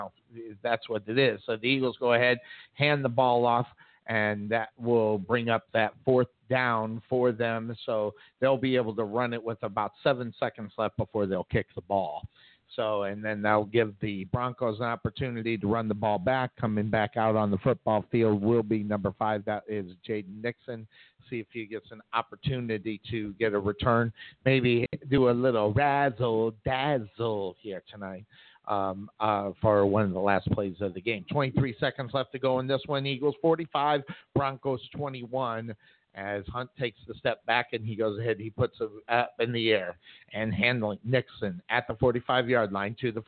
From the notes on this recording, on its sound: Live Play-by-Play